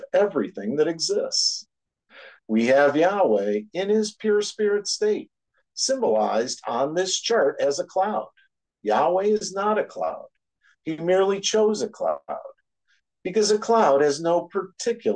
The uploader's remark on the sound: Oceanside Zoom Class.